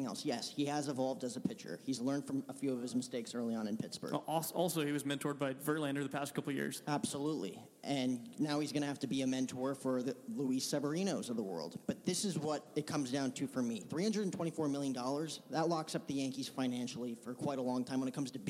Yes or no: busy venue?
yes